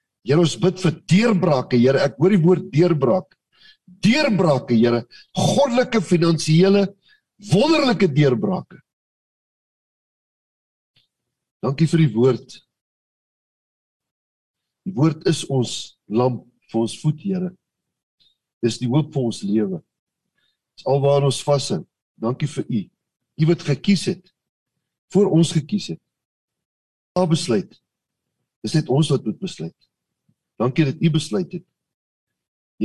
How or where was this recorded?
video call